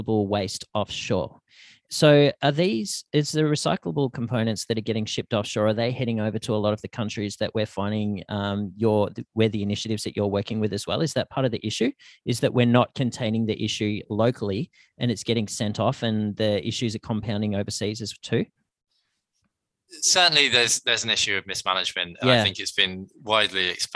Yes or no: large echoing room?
no